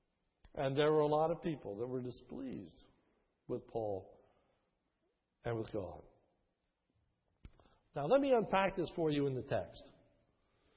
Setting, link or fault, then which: setting, large echoing room